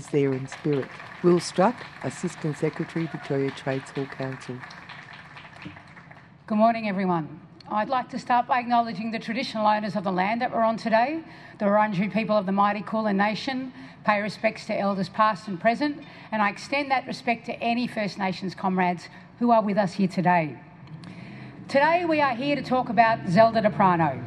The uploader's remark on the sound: We go outside Victoria Trades Hall. With a very large crowd of people gathered for the unveiling of the workers' hero Zelda D’prano.